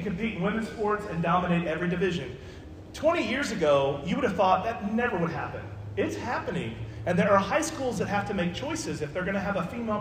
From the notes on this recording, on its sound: This podcast was recorded at the Jefferson Avenue Church of Christ.